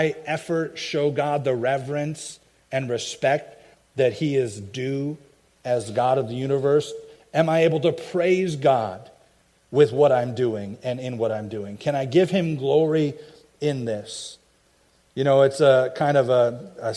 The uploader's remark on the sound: i preached at my home church